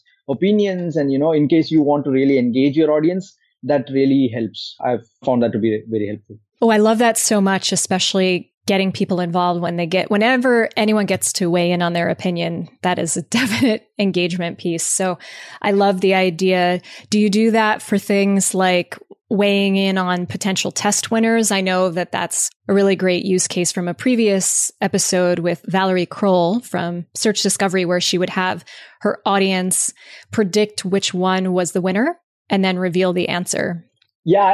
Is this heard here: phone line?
no